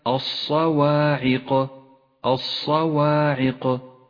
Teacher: ولاحظ الحروف المفخمة في هذه الكلمة وهي الصاد والقاف، فخمها ولا تخلط بينها وبين المرقق، الصواعق.